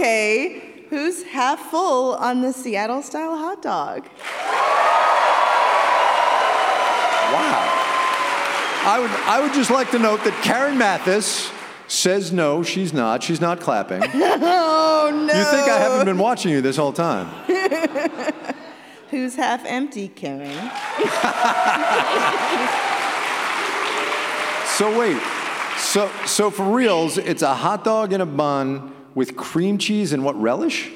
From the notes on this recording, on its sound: Make Me Smart: Live in Seattle. This special edition of Make Me Smart’s weekly happy hour is coming to you live from the stage at Seattle’s Town Hall.